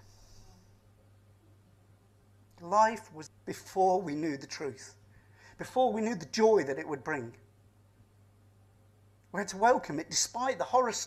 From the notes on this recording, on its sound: Vine Christmas Day Service Live.